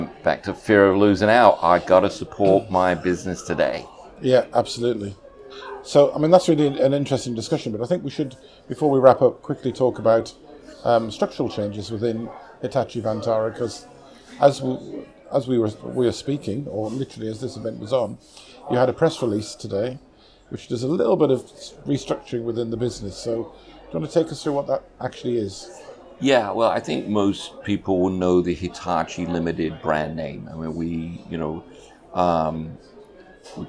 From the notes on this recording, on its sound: In this live episode, recorded at Hitachi Exchange in Paris.